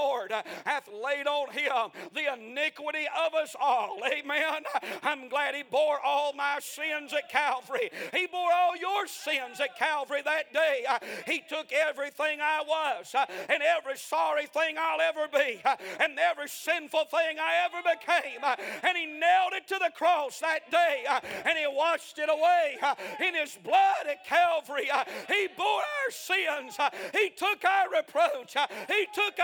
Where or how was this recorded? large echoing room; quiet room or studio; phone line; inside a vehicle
large echoing room